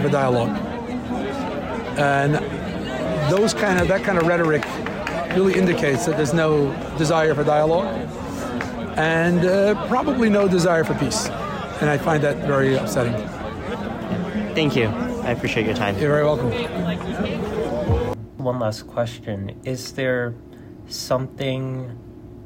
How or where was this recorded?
outdoors